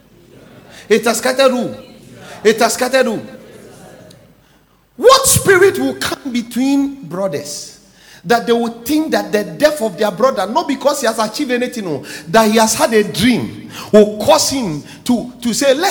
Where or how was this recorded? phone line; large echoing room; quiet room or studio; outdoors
large echoing room